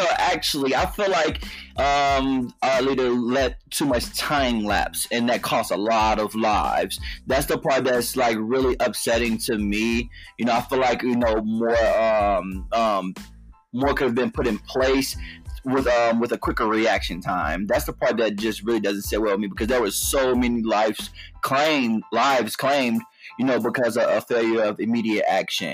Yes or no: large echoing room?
no